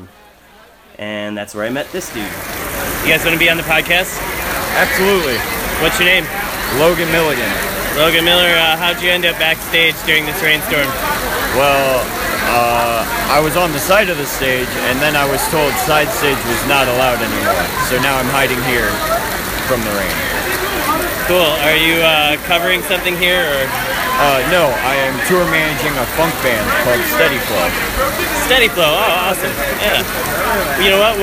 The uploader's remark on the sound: at the festival to interview